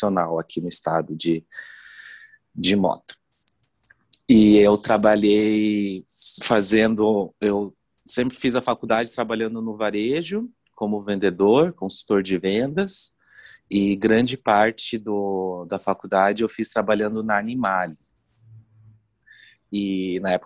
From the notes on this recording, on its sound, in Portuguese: Esta entrevista foi realizada via Zoom e por isso pode conter falhas e ruídos.